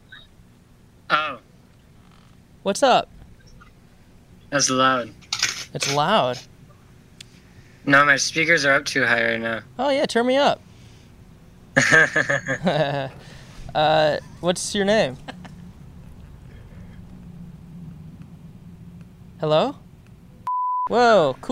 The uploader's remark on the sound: backyard in Los Angeles